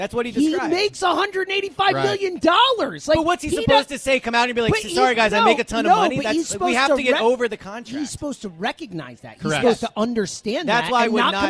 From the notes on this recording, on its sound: LIVE In Sea Isle. With the WIP Morning Show.